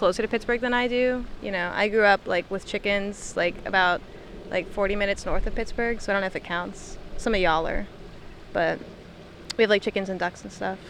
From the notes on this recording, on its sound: All while being in the great outdoors (right by a man-made lake in between some office buildings lol).